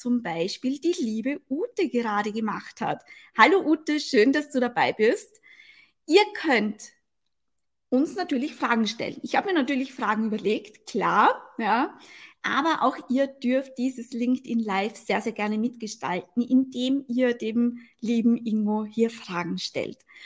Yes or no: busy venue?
no